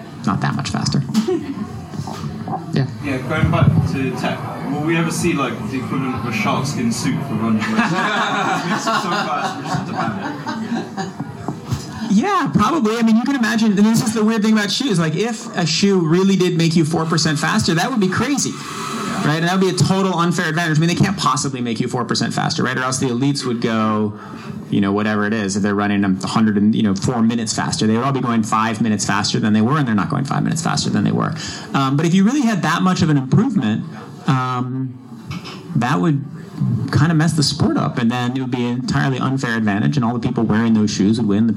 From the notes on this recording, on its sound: I’m excited to share a special live recording of the podcast. In front of a live audience last month in Boston. We recorded this episode at Tracksmith’s Trackhouse the day before this year’s Boston Marathon.